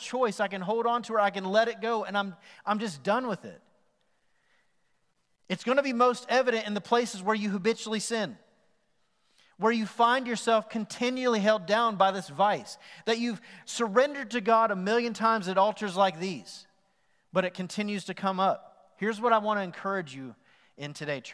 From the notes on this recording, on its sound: Recorded live on November 8, 2020 at The Fellowship at Mt Juliet.